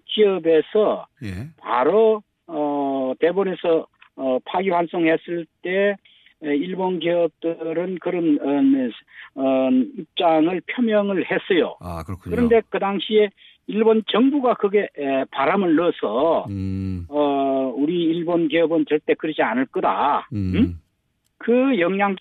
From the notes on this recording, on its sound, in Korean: 전화연결